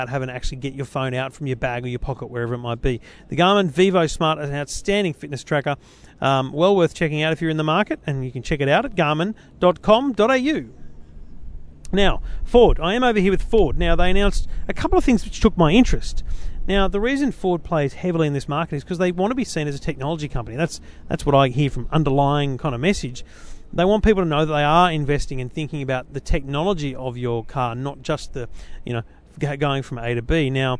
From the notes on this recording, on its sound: Live in Barcelona for Mobile World Congress 2015